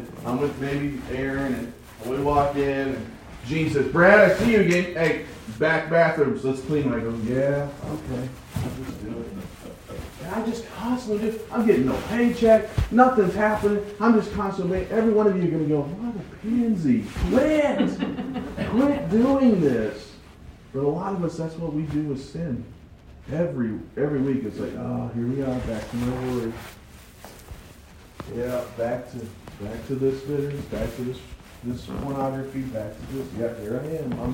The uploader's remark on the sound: I noticed some technical difficulties with the sound. Sorry for the bad quality!